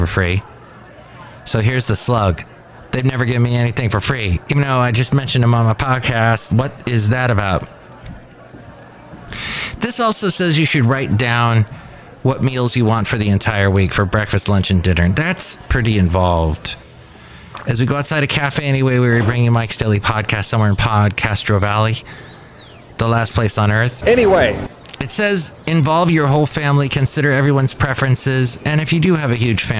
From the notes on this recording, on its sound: podcasts live from Café Anyway